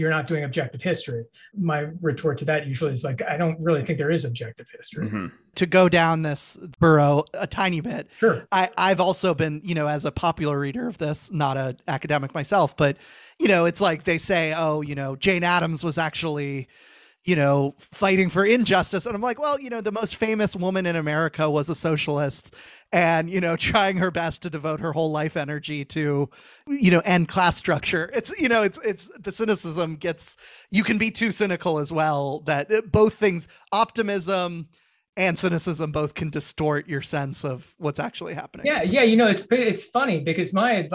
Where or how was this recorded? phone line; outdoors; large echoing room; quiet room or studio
quiet room or studio